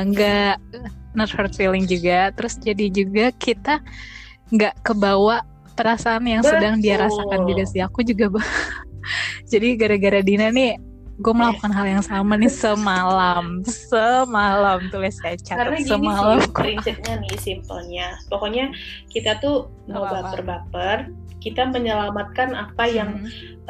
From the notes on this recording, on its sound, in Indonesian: Podcast ini dibuat dari rumah kita masing-masing, jadi kalau kualitas suara kurang baik mohon dimengerti yaa guys